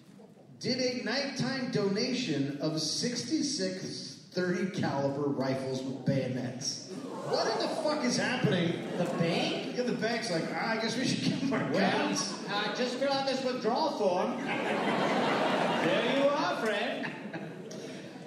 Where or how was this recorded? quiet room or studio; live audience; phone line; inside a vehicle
live audience